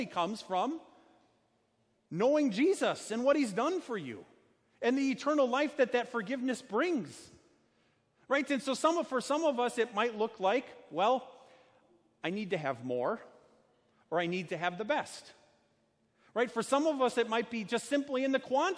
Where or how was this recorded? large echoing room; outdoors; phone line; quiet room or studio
large echoing room